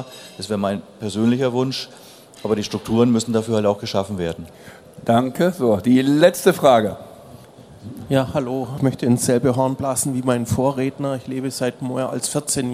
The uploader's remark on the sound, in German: Podiumsdiskussion auf der AERO 2019